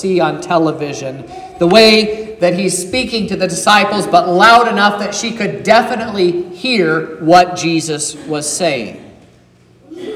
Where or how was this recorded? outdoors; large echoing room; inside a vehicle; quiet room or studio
large echoing room